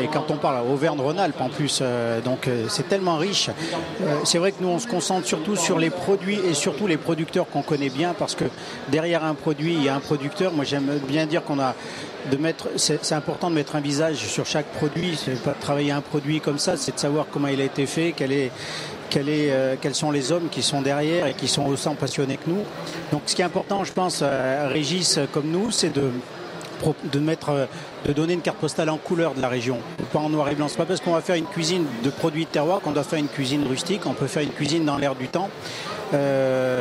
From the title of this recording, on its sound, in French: En direct du Salon International de l'Agriculture